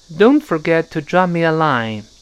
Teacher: Don't forget, forget 那个 T 也失去爆破了